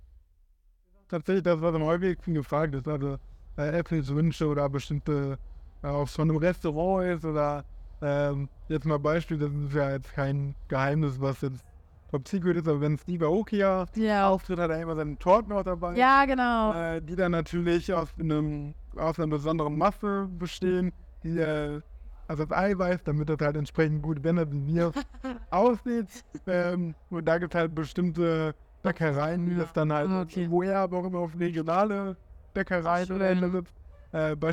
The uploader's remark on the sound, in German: Live vom Parookaville